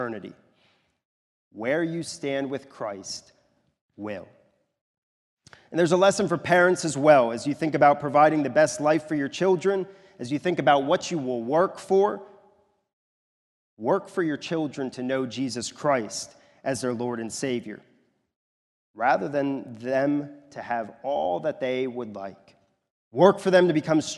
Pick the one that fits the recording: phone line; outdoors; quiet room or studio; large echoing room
large echoing room